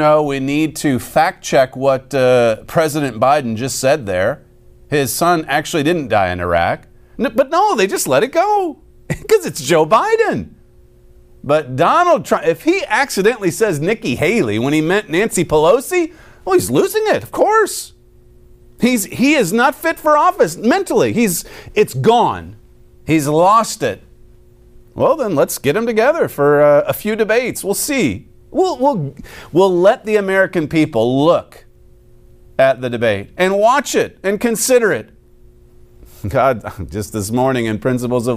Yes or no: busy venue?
no